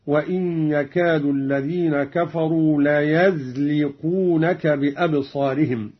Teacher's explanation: قرأ قالون بفتح الياء من ليزلقونك